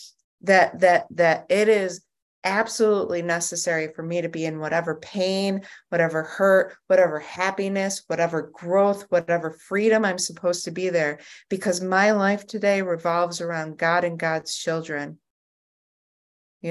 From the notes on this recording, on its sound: at the Grace Group Zoom Series in Hattiesburg, MS.